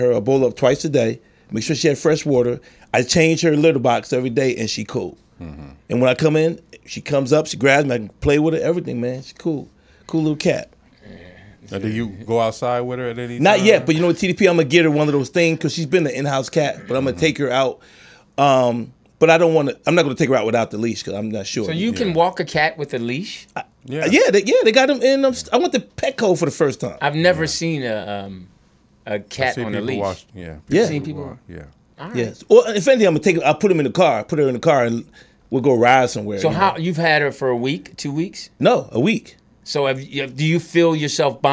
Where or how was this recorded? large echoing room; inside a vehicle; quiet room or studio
quiet room or studio